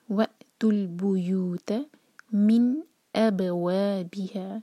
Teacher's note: آگے وأت البيوت، و cut off sound, وأت البيوت من أبوابها، من نون پر اظہار، اب با پر قلقلہ، و دو حرکہ، أبوابها، اسٹریچنگ کے بعد بی، بی پر زور دیں گے.